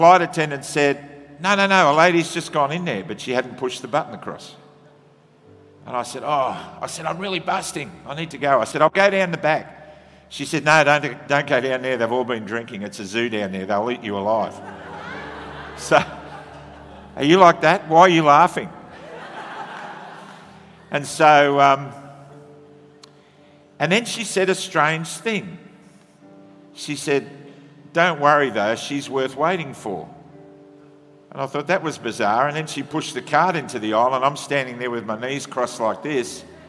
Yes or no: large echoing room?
yes